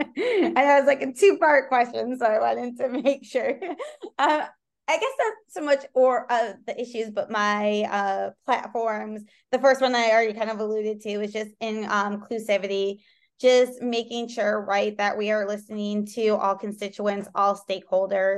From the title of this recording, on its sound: Zoom